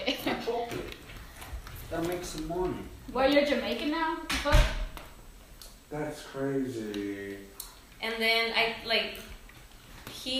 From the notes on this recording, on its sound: Terrible audio due to locations of where the podcast was recorded.